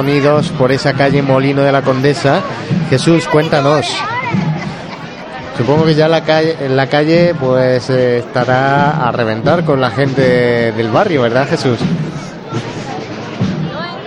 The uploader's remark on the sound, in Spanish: Momentos previos a la salida de la Cofradías. En directo con las oraciones previas a la salida de la Clemencia, y apertura de las puertas del templo. Interpretación a voz y guitarra para acompañar los primeros pasos del Caído en el interior del templo.